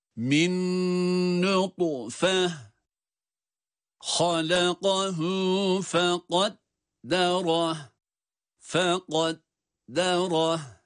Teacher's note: Sondaki ha'lar sakin okunduğu için uzatılmıyor.